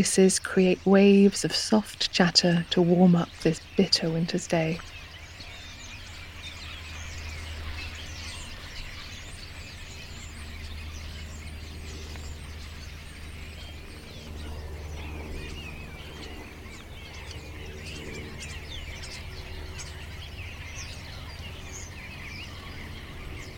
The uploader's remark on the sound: Soft chatter of starlings on a Wiltshire dairy farm. A horde of starlings descends on a dairy farm in the Vale of Pewsey to forage among the piles of gently steaming fodder and manure while cattle shelter inside the barns.